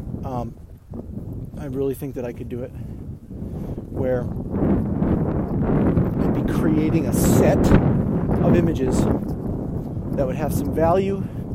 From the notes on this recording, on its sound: I decided to just let the audio run while I went out for my entire shoot